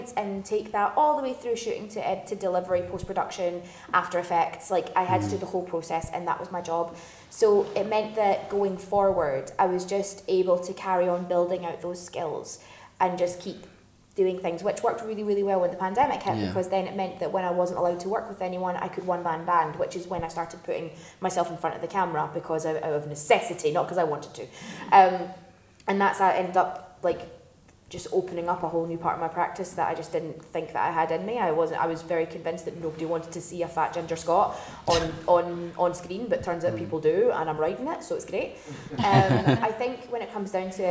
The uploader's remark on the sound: Special live episode. This episode was recorded on Sunday the 8th of October at the HB Film Festival.